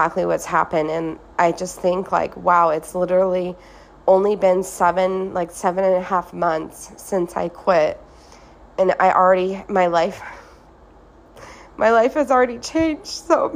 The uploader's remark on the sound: I recorded the main part of this from my phone while I was on vacation in Thailand. I recorded it from my hotel room at a beautiful beach resort while looking at a gorgeous pool with lots of plants and a backdrop of cliffs.